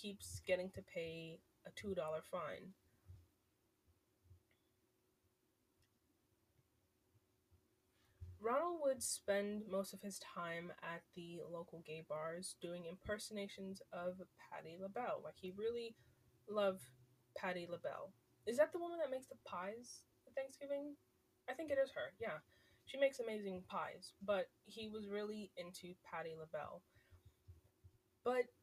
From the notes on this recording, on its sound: sorry for the audio